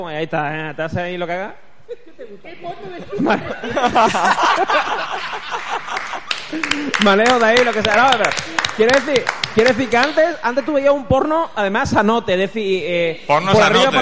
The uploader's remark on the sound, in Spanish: Directo JPOD 2016 Málaga. En directo desde las JPOD 2016 de Málaga.